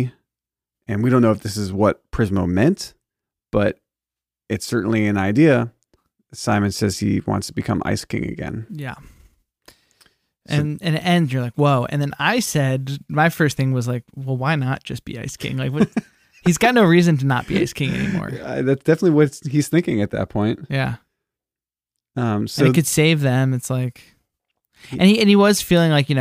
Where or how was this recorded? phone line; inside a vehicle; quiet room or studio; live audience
quiet room or studio